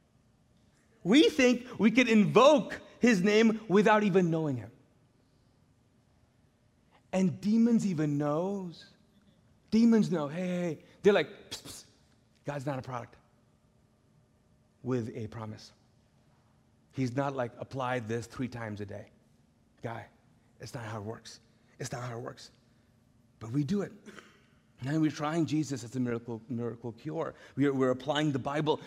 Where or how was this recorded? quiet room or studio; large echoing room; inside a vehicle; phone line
large echoing room